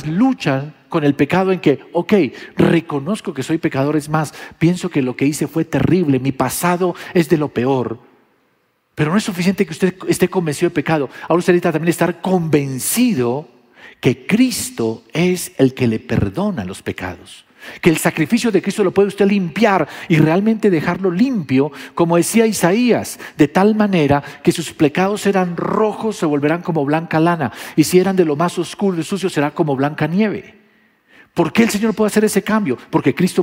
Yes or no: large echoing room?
yes